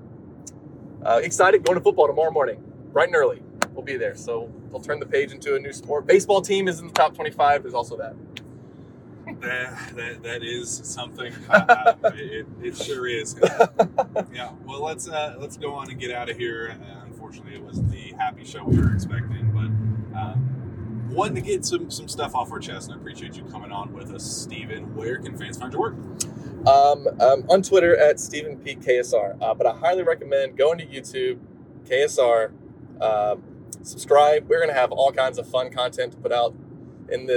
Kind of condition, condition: setting, inside a vehicle